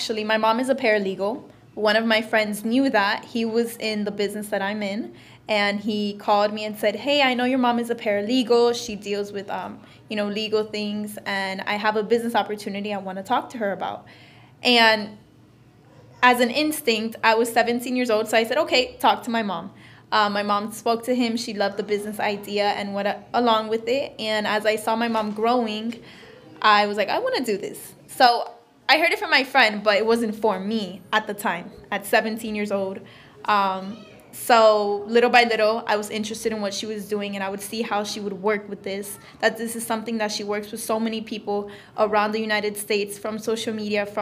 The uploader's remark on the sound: Episode two was recorded live in early March of 2019 in a meeting room of a Dunkin’ Donuts.